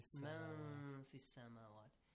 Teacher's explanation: Hiddenly pronounce the noon, yes? You hide it. Man fis samawati wal ardi ar.